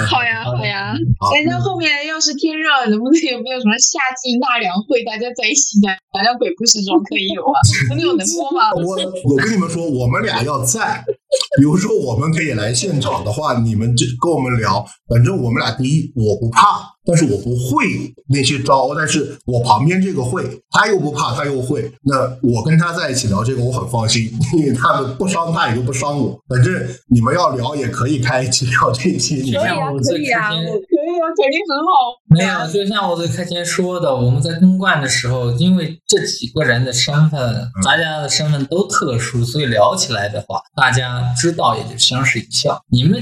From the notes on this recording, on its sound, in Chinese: 我们把这次连线闲聊全程录制后，作为了本期的节目。因为这是我们第一次连线即使录制，所以音效已经尽了最大努力调整了，如果音效有问什么缺陷的话，请大家多多包涵。